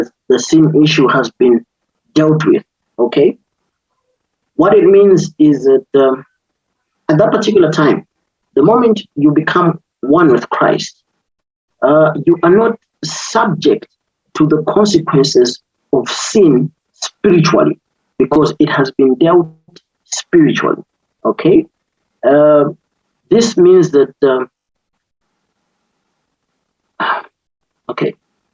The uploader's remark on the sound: Youth zoom meeting